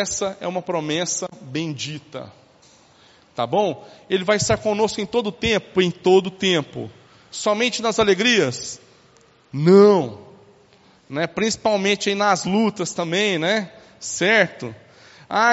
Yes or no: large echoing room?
yes